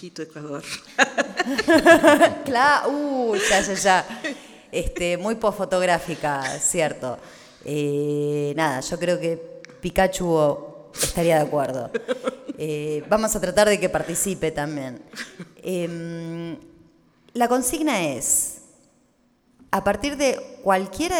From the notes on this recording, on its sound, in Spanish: Este episodio especial fue grabado en vivo